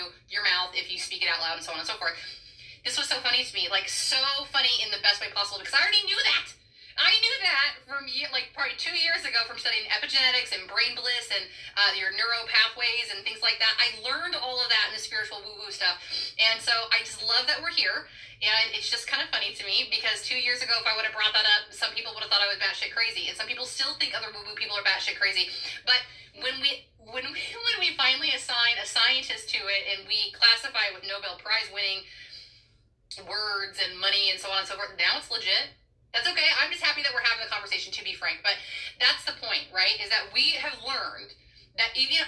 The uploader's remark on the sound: Excuse the audio on these first couple of episodes, technology tweeks!